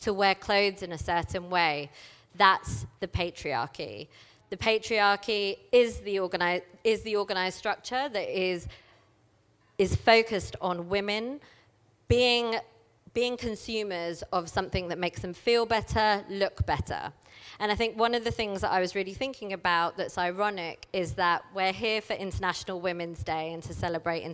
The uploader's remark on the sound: This talk was recorded at She Loves Plants 2019.